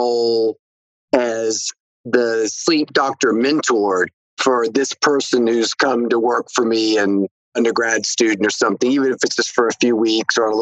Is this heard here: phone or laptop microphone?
no